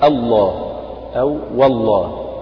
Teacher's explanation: همزة الوصل هذه تعتبر همزة مفتوحة سبقت لام لفظ الجلالة فتفخم اللام